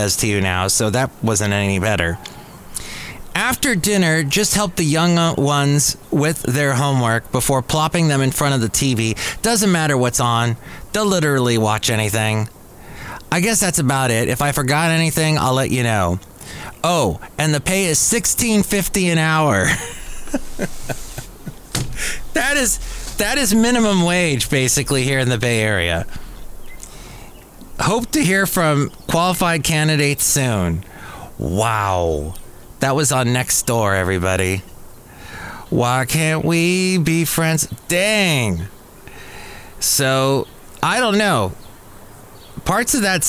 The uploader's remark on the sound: podcasts live from Café Anyway